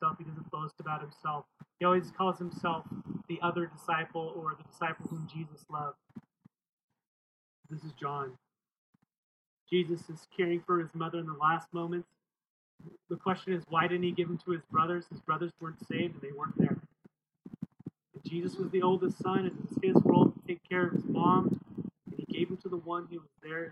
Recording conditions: wind noise